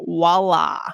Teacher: And also the L. I think there's a little L thing going on where the L is much more Anglo there